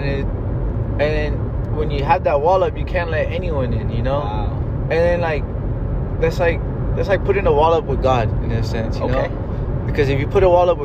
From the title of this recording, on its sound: A Conversation in the Car